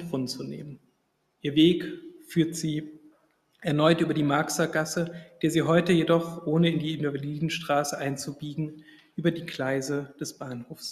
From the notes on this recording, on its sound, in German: Vortrag, gehalten am IFK, dem Internationalen Forschungsforum Kulturwissenschaften, in Wien am 8.